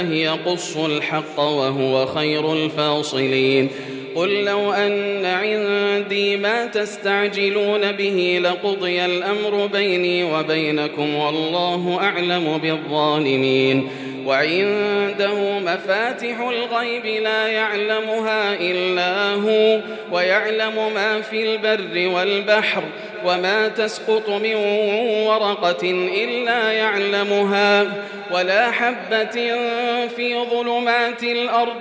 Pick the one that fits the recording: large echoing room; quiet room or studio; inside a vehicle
large echoing room